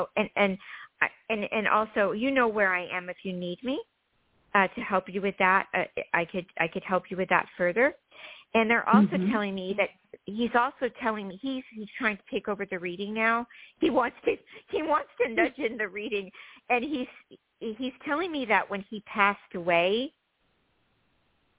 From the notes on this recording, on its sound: THIS SHOW WAS PREVIOUSLY RECORDED. Previously recorded callers.